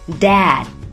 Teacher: dad 里面的第二个字母 d 可以停一拍不发声 · 结尾的字母 d 在这里可以停一拍不发声